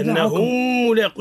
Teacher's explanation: الميم عند الميم، الميم هنا إدغام، الميم في الميم إدغام إدغام بغنة